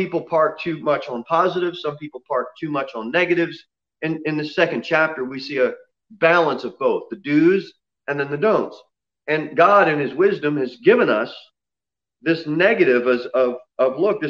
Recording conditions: large echoing room